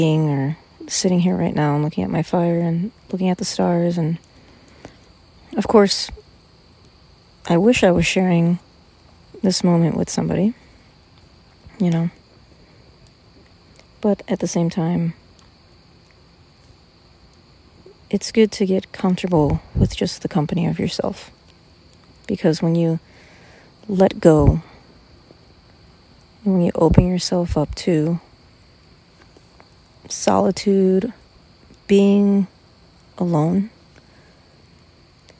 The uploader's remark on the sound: Had a little chat last night while sitting out by my fire deep in the woods. I figured id pull out my phone and share it with you all so sorry for the not so good audio quality!